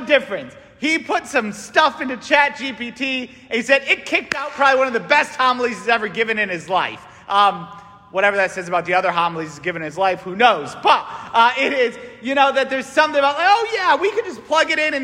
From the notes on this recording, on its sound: St Francis Catholic parish homily